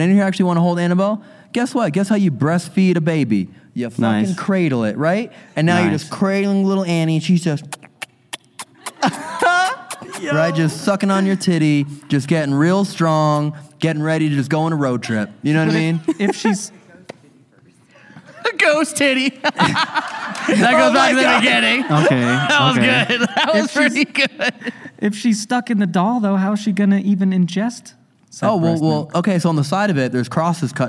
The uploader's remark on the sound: This episode was filmed in front of a live audience at the haunted Piper’s Opera House in Virginia City, NV on September 9, 2022.